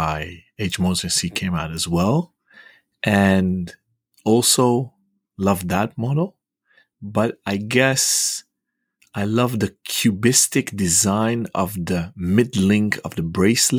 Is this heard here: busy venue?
no